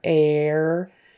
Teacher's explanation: And then the way she pronounced air, the American vocalic R is with A plus R. Tongue goes back for R.